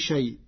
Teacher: قرأ ورش كلمة شيء بالتوسط والمد لمراعاة اجتماع الهمز واللين